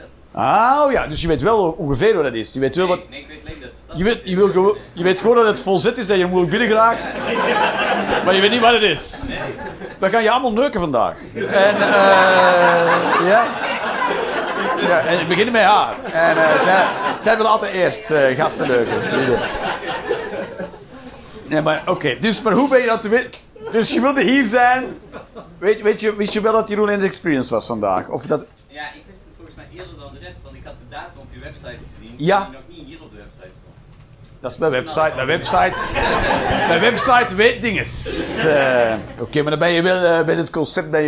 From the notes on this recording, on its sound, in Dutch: Live 21 Juni 2023, The Joker, Antwerpen.